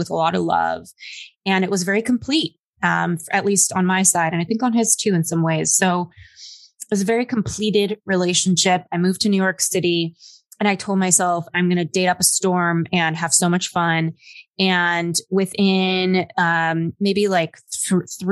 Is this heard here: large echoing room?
no